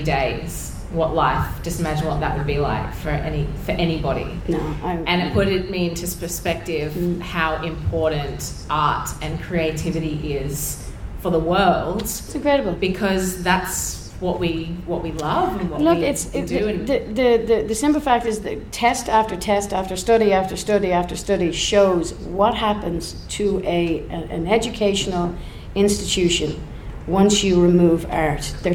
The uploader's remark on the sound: Podcasts in front of a live audience at the National Folk Festival Canberra.